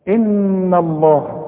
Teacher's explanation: لازم نرقق الهاء بتاعت لفظ الجلاله